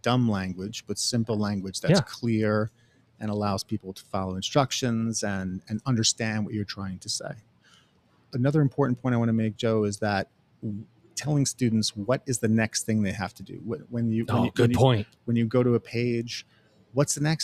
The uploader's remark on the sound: LIVE From Element451's 2023 ENGAGE Summit. In Raleigh, North Carolina.